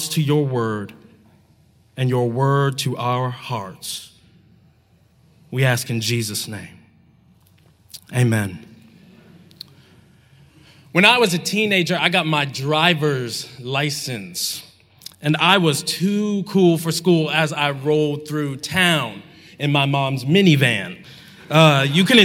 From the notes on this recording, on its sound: Talk from the JUST Gospel conference, which took place in Atlanta this past May, and it was hosted by The Front Porch.